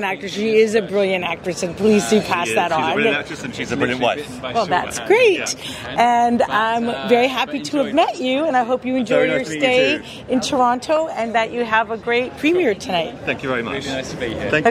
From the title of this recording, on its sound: Straight from the 2023 Tiff Red-Carpet Premier